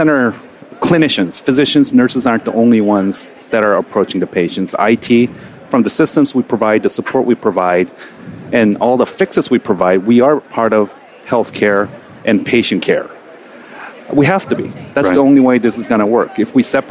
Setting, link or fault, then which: setting, busy venue